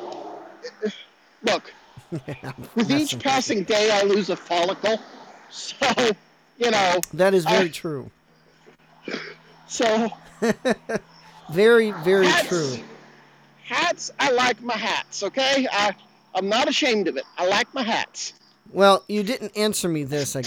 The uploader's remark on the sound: across the Cumberland River in downtown -- on foot